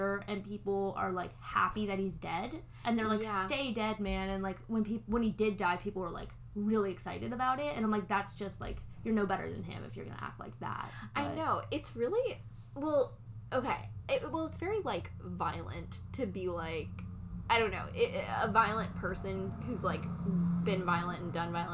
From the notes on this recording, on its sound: Sorry about the mouth noises!